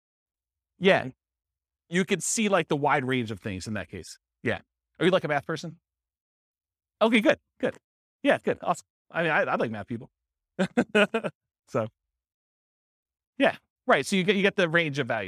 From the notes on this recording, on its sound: This was a live class recorded